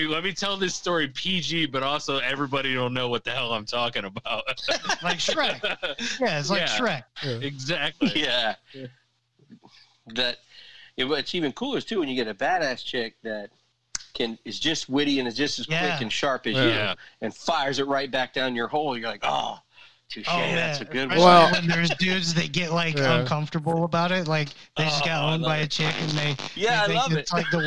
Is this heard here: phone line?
yes